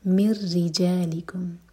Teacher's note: میم کو رو سے جوڑیں گے تو یہ ہے ادغام بغیر غنہ کا، نون کی آواز بالکل نہیں آئے گی، اور رو کے نیچے کسرہ ہے تو رو باریک.